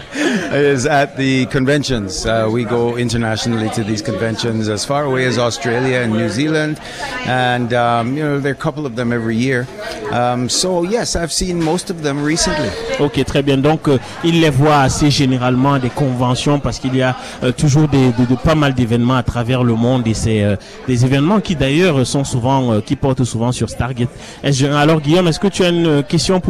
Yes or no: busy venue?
yes